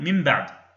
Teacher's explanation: فالقول بإبقاء الفرجة لا دليل له نقلي ولا دليل له عقلي، يعني لا دليل له من حيث الرواية ولا من حيث الدراية، لأن هذا الصوت لم يعهد عن العرب، العرب لم تكن تقول من بعد، ولكن كانوا يقول من بعد، ولازلنا إلى الآن ننطق هكذا من بعد بإطباق الشفتين · Term: الإخفاء الشفوي